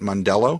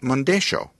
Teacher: Ys and double Ls, pronounced Y in Spanish from Spain to Mexico, are here pronounced Sh. · Shown in: second take